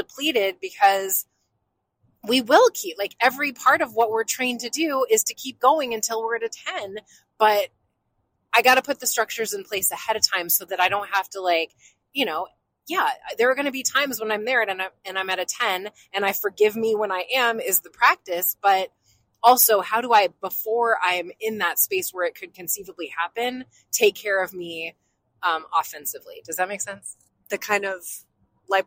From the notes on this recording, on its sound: Passed a miniature microphone back and forth in the car to record a conversation they were having on the way to their New Year's retreat.